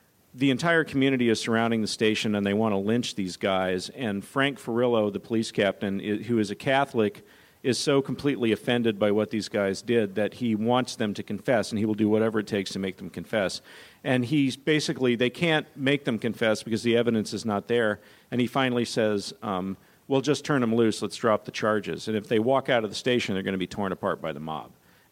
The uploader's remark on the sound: A special live taping of the Vulture TV podcast at the New York Television Festival.